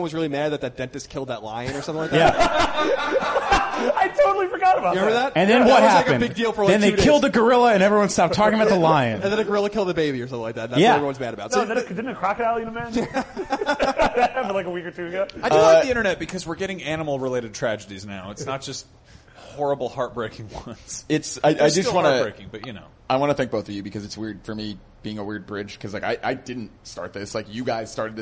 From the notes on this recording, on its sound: We recorded this off-site at a bar, so pardon the audio quality.